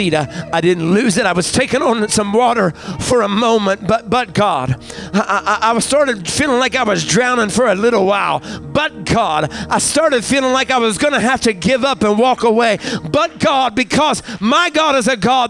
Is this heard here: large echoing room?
yes